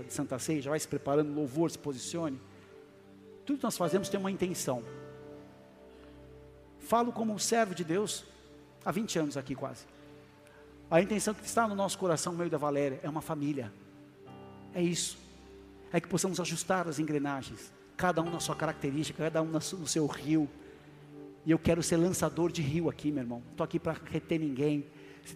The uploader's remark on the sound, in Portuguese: Áudio extraído do culto da Igreja Bola de Neve Porto Alegre, do dia 03/12/2023